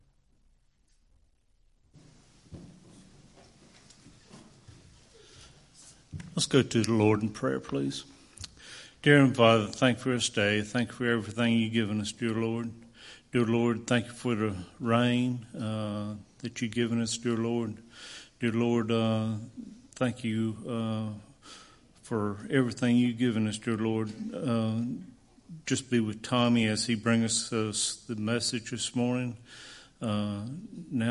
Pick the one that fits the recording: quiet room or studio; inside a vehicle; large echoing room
large echoing room